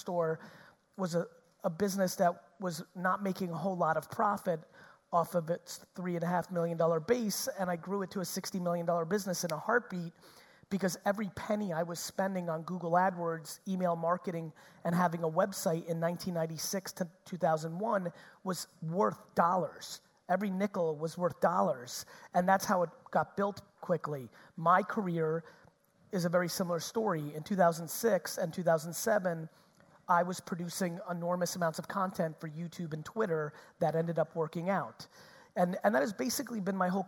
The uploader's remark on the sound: Auckland 2019 Keynote.